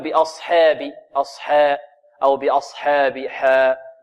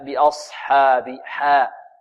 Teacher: والحاء هنا مرققة بدون تقليل · Shown in: second take